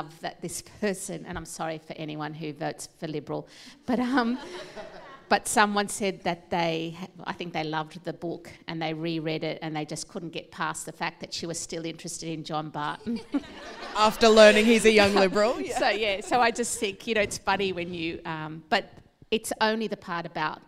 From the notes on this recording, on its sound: In this special collaboration between the Wheeler Centre and Malthouse Theatre. Recorded at the Malthouse Theatre.